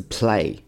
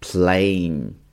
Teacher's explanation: N 的时候呢，鼻音一定要重一些 · Shown in: second take · IPA: /pleɪn/